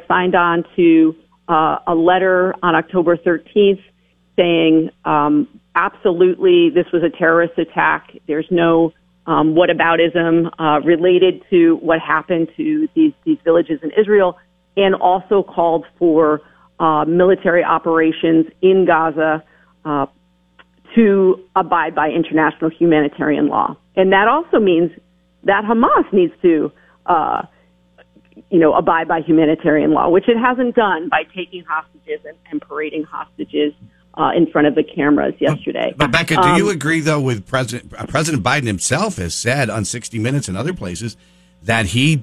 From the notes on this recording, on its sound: calls in from Washington